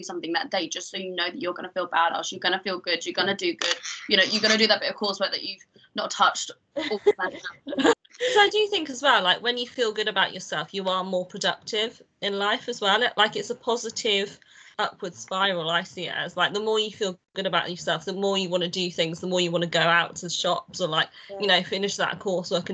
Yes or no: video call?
yes